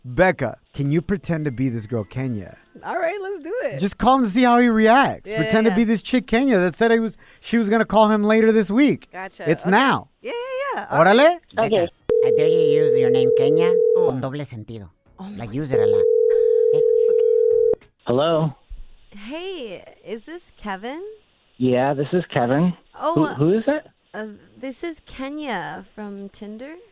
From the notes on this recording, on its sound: Today we opened up the phone lines and asked our listeners if they've had "bedroom injuries".